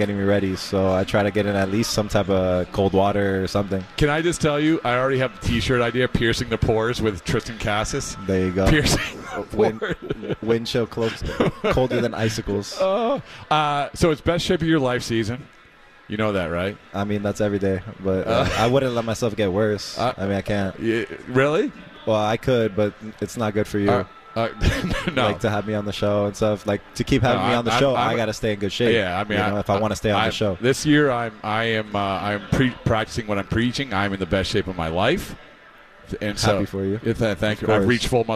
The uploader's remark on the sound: live from Red Sox Winter Weekend